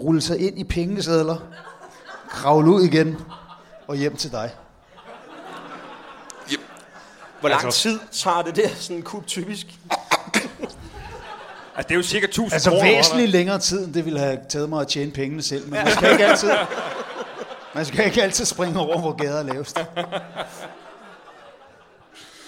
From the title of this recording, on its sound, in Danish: LIVE fra Slagteriet i Odense